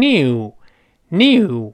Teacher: 英式发音有一个强烈的 yeah 在里边